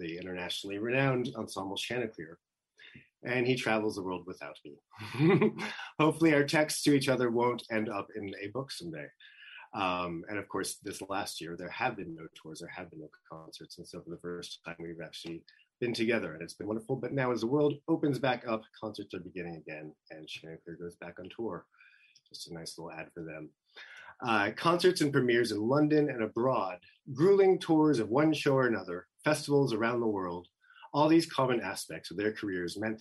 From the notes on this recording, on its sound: This program was recorded via video conference on June 29th, 2021 by the Commonwealth Club of California.